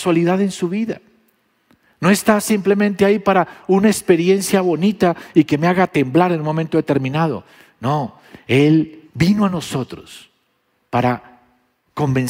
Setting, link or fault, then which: setting, large echoing room